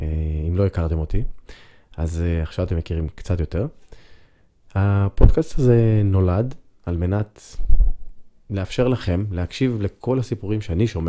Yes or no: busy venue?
no